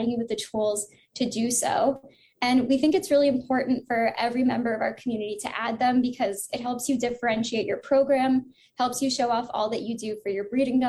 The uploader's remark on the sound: The audio for this podcast episode was taken from a recent Good Breeder Webinar.